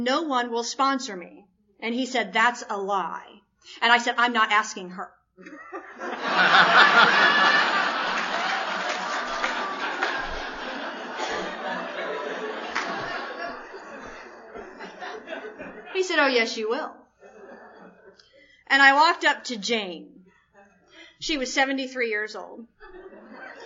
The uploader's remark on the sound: speaking at the Mid-Winter Conference in Hilton Head, SC on 01-28-2007